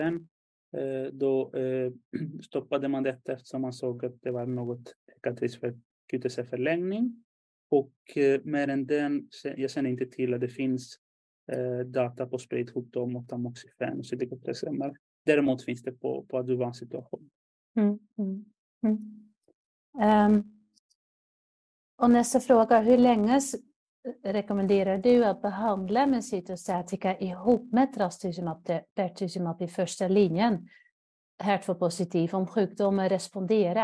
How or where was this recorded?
video call